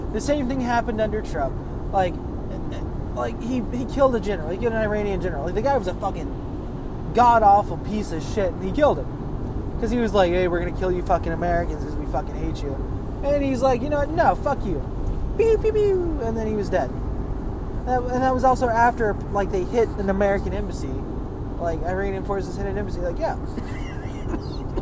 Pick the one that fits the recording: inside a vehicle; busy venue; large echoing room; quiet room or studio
inside a vehicle